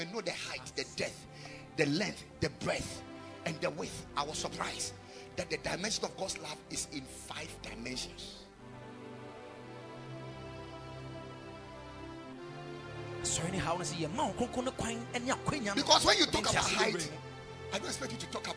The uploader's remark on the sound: Preached at the Sunday Service